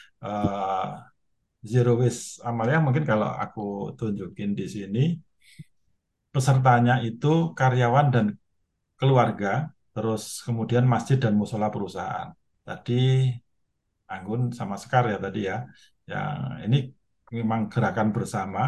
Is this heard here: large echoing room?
no